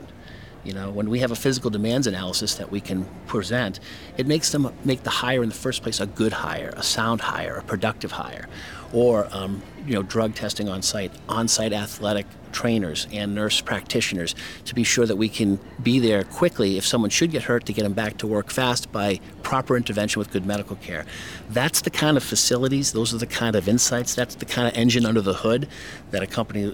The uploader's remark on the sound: Spoke with AM Best TV at RIMS' annual Riskworld conference, held in Atlanta.